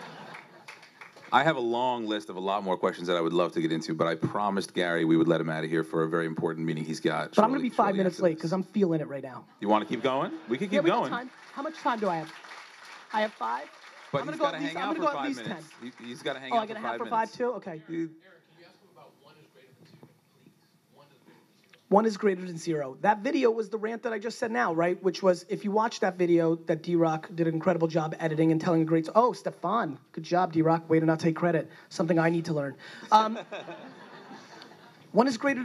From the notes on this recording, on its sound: NJ Tech 2015 Keynote. A keynote that I gave in 2015 at NJ Tech.